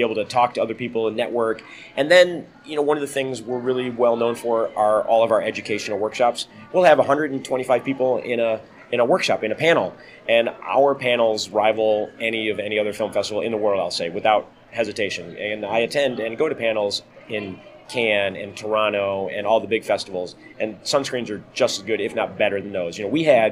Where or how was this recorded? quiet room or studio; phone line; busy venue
busy venue